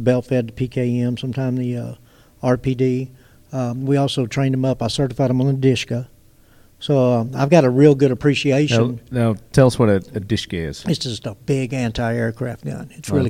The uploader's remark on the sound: On location at Royal Range USA. On location at Royal Range USA.